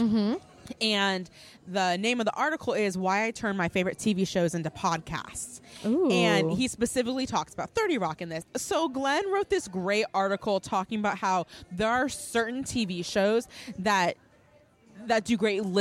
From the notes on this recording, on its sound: Live from Porto's. From the birthplace of this podcast, Porto's in Downey, CA! Enjoy the subtle sounds of people and cars in the background.